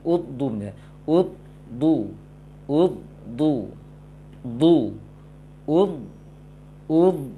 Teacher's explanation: huruf tafkhim yang sukun sebelumnya dhammah, tingkatan ketebalannya seperti dhammah. Seperti membaca huruf tafkhim itu dhammah.